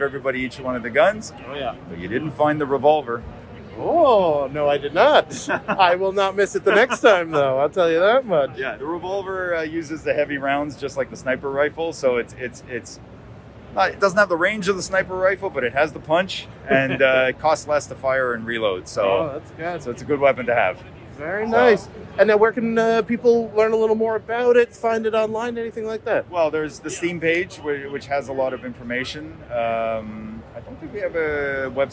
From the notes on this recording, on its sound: LIVE...and then edited. I travel to the massive video game convention PAX East in lovely Boston, MA with papers in hand ready to talk to the developers, publishers, creators and creative minds that fill the expo center.